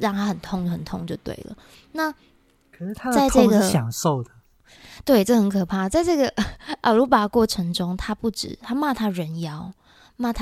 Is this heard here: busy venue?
no